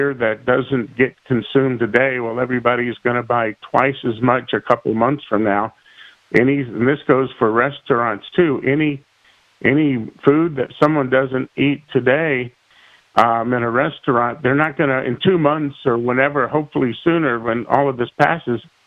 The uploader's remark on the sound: The interviews on this episode were conducted by phone in accordance with public health officials’ social distancing recommendations.